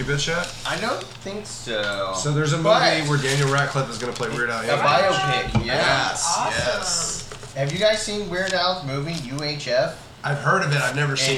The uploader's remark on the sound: Despite recording technical difficulties.